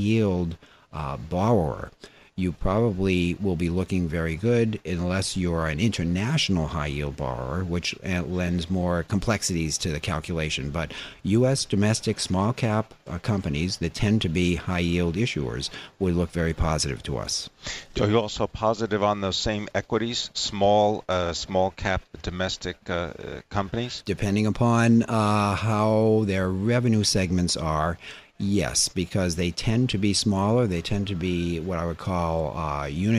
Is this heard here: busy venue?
yes